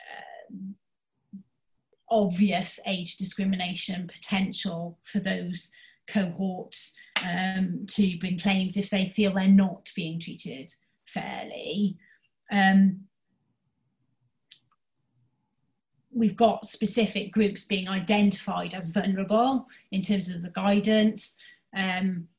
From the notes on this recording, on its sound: HR Insights came back in September 2020, this time as a virtual event.